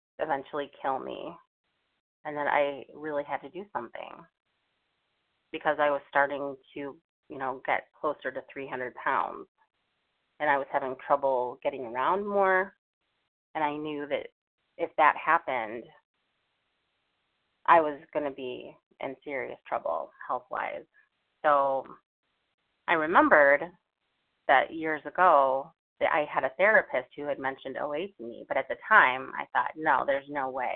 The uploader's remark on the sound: from the 100 Pounders Phone Meeting, 11/7/23.